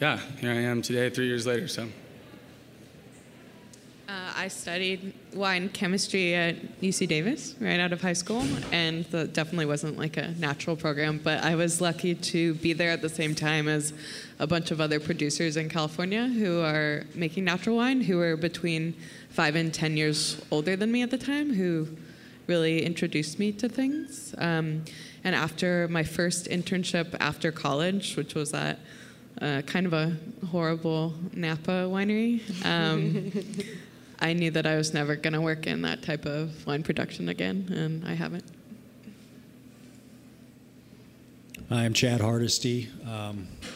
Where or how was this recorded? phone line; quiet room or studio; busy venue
busy venue